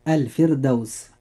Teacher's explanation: الراء فيها مرققة لأنها ساكنة وقبلها كسر أصلي وليس بعدها حرف استعلاء